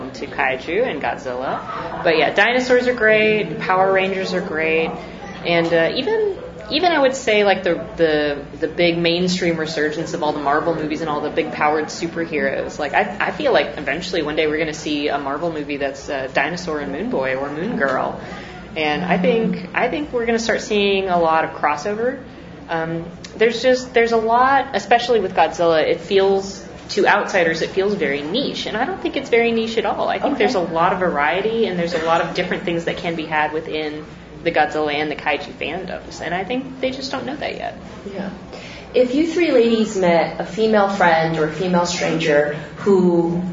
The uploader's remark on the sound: Live from Gfest 2018